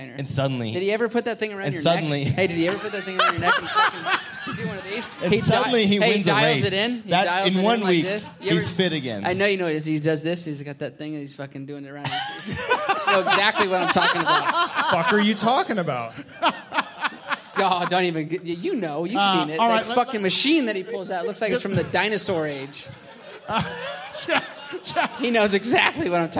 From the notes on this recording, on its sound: Pulpmx/Racer X LIVE Podcast Show from The Space in Las Vegas. Live from Las Vegas.